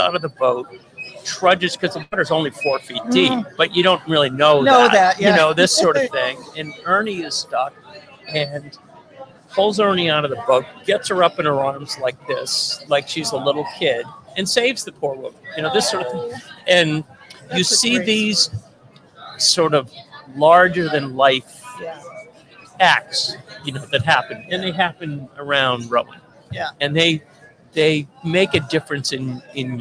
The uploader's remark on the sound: the site of our interview near Eliot Bridge on the Charles River in Boston